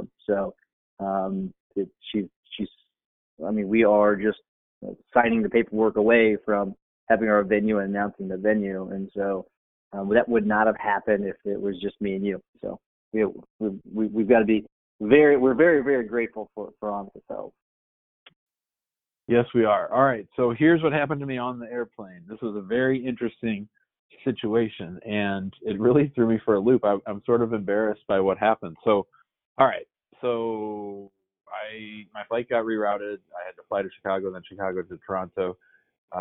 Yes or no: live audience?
no